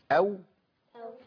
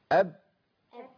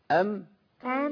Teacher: قال لي بعد كده: للشافتين مخرج الشافتين بقى للشافتين الواو باء ميمو. يبقى الواو والباء والميم بيخرجوا من إيه؟ من الشافتين. قولوا كده: أو هتلاقي الشافتين اتحركوا.